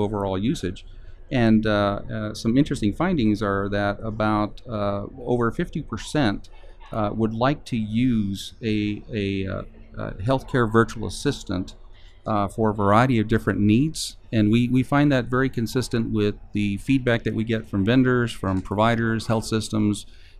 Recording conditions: busy venue